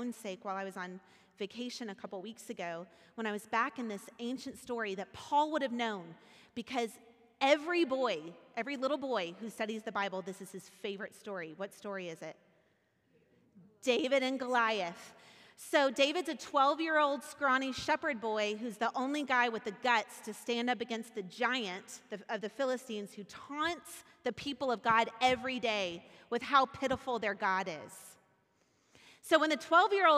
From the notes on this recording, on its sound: Recorded at our Sunday service on November 27th, 2022 in Port Orchard Washington.